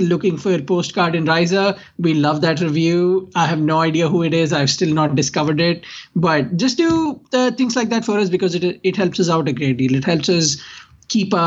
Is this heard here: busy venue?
no